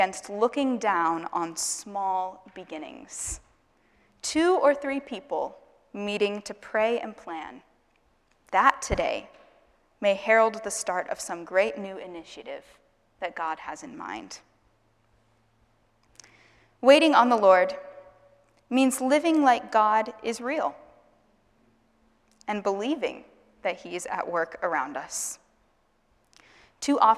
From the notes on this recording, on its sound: Asbury Seminary Kentucky Chapel, recorded on Tuesday, May 2, 2023 at Asbury Theological Seminary's Kentucky campus